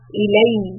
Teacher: There's a shadda on the ya. So hold the ya sound.